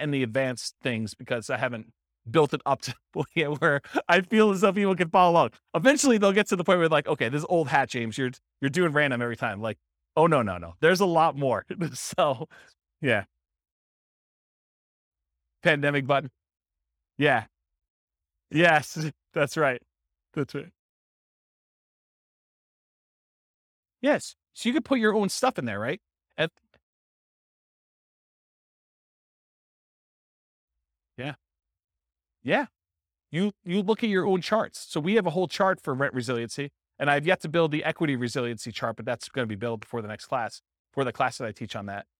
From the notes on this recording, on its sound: This was a live class recorded